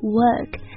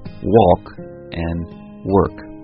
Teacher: 当你发这个 work, work 的时候呢，你会发现你的嘴型是从内向外打开的 work，但是呢发 walk 的时候就刚好相反，嘴型是向内紧缩的